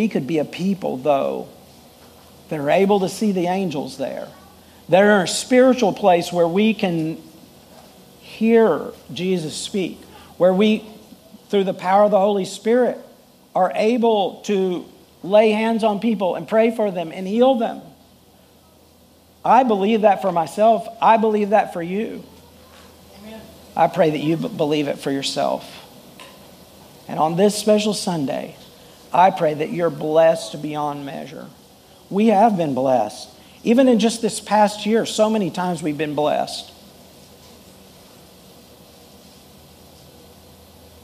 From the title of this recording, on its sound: Full Sunday Service